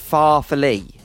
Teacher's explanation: emphasis on the first syllable, same pattern as totally